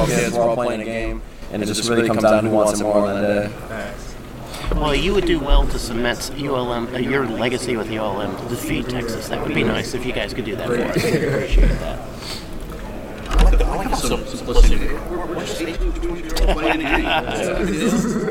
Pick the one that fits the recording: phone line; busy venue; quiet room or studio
busy venue